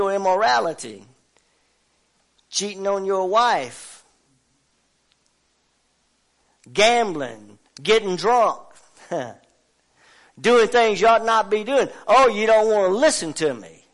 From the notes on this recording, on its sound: WELCOME TO OUR LIVE SERVICE. Family Worship Center in Athens Tennessee. To stream our music live over the internet.